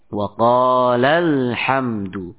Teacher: ketika kita mewasalkan wa qala ya dengan alhamdu, maka mad tidak terbaca ya, karena di situ ada pertemuan dua sukun